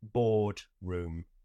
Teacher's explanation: British accents are described as non-rhotic because we don't say an R after a vowel and before another consonant.